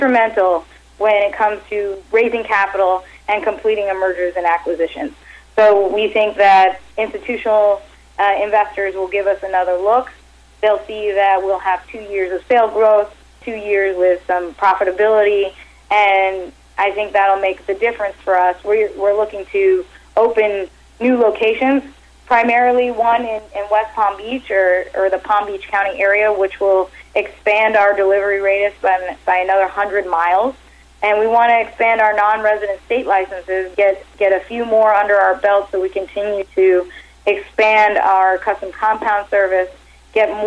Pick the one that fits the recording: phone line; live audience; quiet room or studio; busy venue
phone line